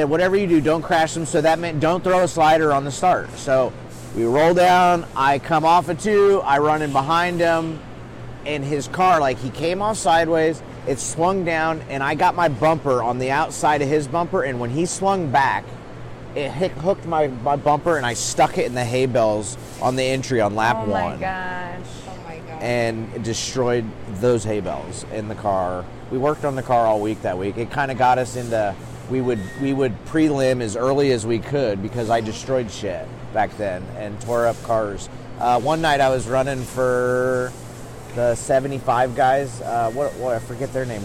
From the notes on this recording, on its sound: live from the Chili Bowl Nationals in Tulsa, Okla.